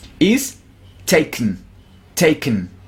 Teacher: Haz de cuenta incluso que desaparece la E.